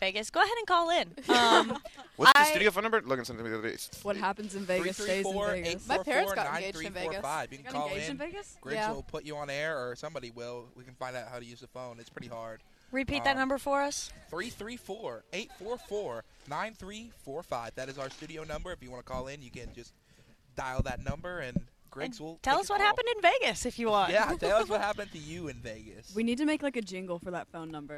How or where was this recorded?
busy venue